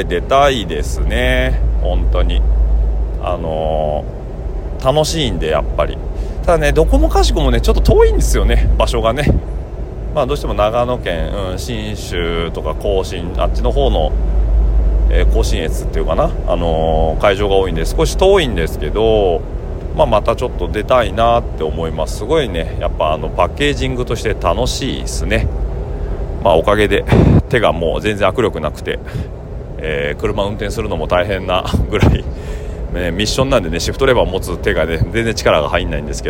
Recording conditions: busy venue